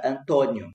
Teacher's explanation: o sul do Brasil tem uma pronúncia oral para essas vogais. Ou seja, a vogal é uma vogal como qualquer outra, Antônio.